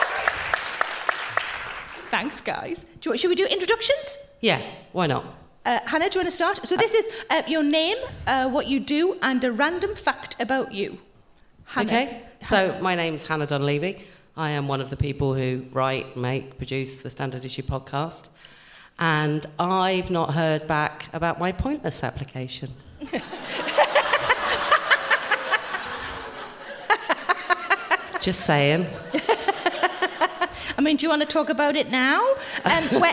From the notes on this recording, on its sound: Recorded at The Shaw Theatre, London